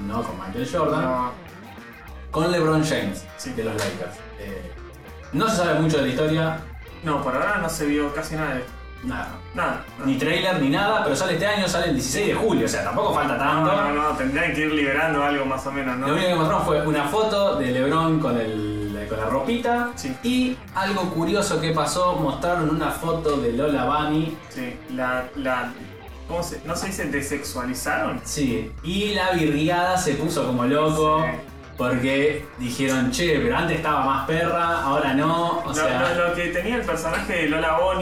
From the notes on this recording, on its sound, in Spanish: Este episodio contó con un desperfecto de sonido (los micrófonos decidieron no grabar), así que la calidad es bastante cuestionable.